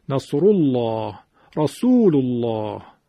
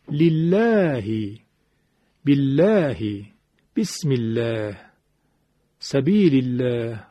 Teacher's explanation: باید غلیظ بشه، غلظتش هم از تو حلق ایجاد میکنیم · Shown in: first take · Term: تقلیز